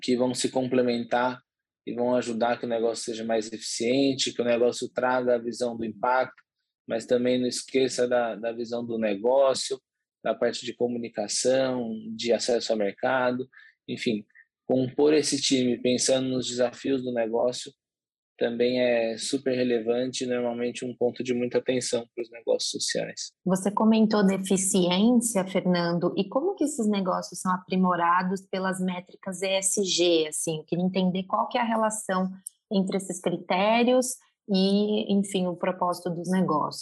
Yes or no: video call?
yes